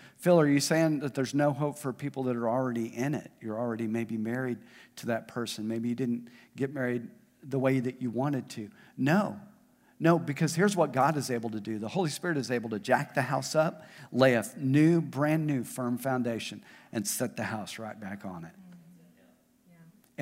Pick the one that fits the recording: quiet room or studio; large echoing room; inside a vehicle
large echoing room